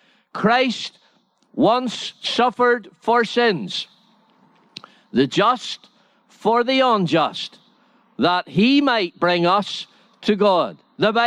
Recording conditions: large echoing room